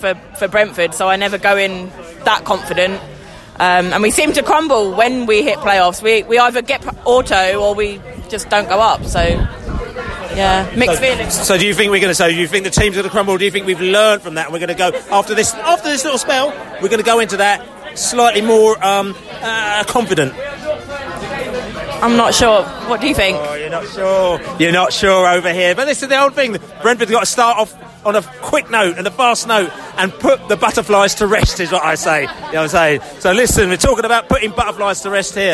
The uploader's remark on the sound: post-match podcast from the pub